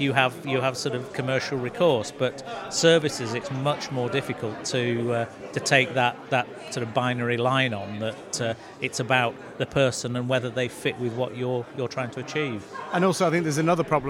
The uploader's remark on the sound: Live from the Glossop Business Expo